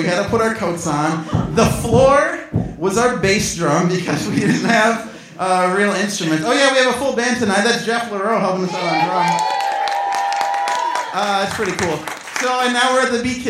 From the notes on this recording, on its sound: This was recorded on the main stage at the Beat Kitchen as part of our year six end celebrations, and what a show it was. We've also got a full house band playing some of our favorite songs of 2017!